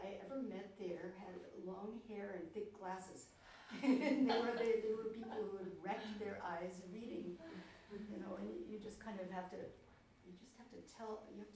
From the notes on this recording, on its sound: This podcast is a recording of the 2015 StAnza International Poetry Festival Round Table event